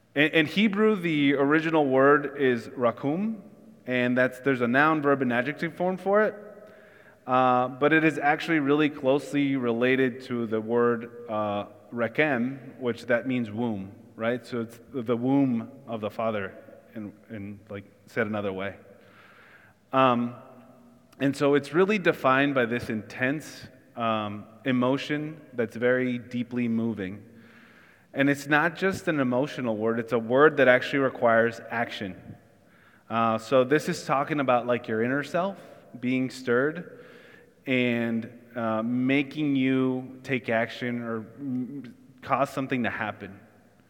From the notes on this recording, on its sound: Church in the Square (Sermon Audio)